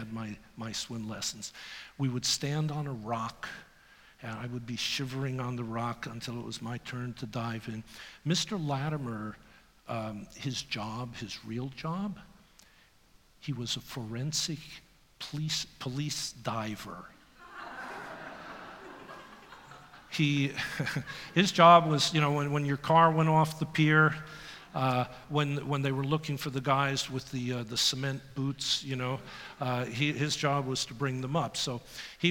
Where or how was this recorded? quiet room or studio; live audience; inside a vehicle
live audience